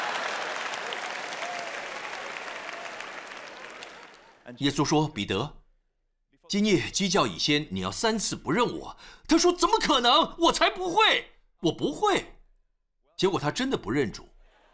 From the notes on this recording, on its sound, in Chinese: 湖木教会现场实录。